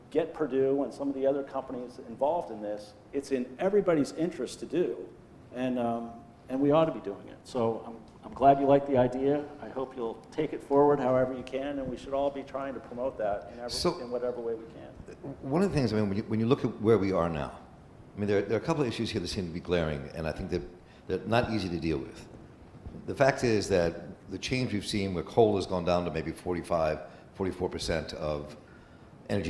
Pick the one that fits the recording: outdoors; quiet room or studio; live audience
live audience